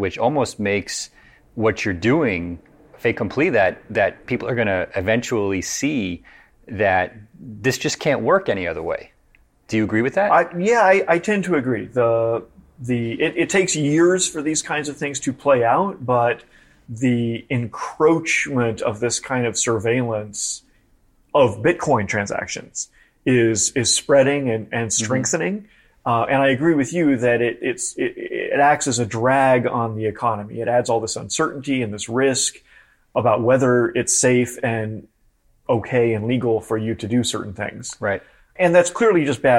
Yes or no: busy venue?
no